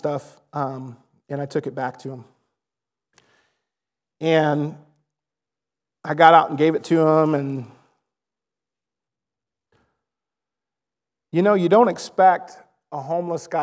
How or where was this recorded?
large echoing room